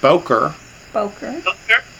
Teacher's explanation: So the accent's on the first syllable, bo